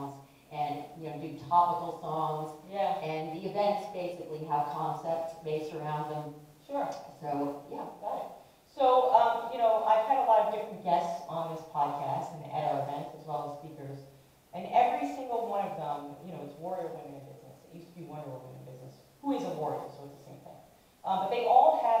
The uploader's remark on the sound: Warrior Women in Business Live audience podcast and event series NYC 2020.